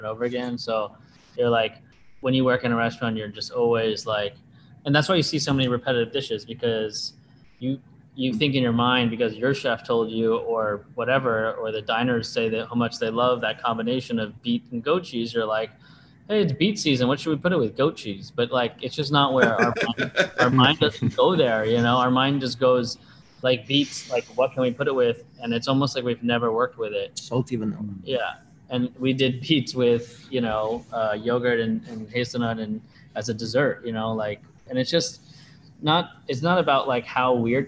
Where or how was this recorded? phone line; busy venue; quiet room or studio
busy venue